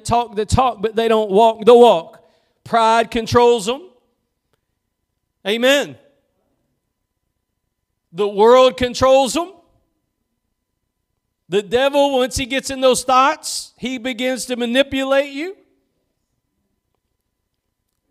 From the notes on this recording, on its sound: Preached at Gospel Lighthouse in Bossier City, La.